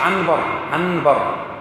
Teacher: هذيك النون الساكنة وبعدها أقلبت النون الساكنة إلى ميم ولات عنبر · Term: الإقلاب